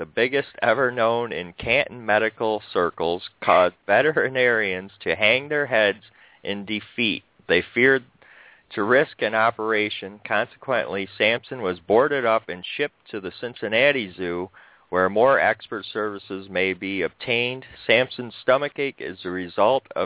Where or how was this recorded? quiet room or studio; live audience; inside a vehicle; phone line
phone line